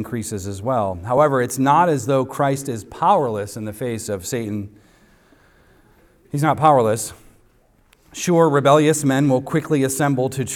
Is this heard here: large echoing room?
yes